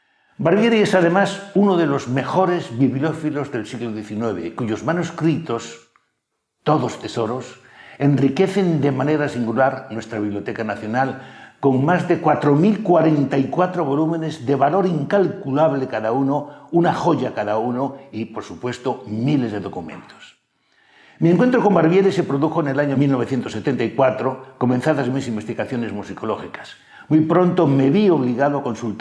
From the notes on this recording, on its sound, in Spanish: Ciclo de Conferencias que el Teatro de la Zarzuela programa en colaboración con la Asociación Amigos de la Ópera de Madrid. La conferencia fue grabada en el Teatro de la Zarzuela en junio de 2022.